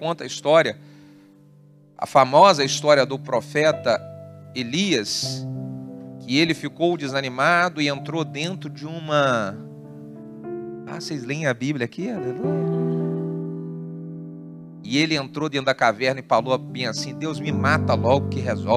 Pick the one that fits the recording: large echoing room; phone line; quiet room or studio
large echoing room